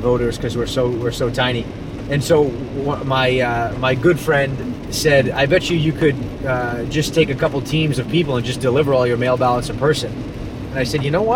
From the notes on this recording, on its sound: Spoke with the film's directors and two election officials at a recent screening at the GlobeDocs Film Festival.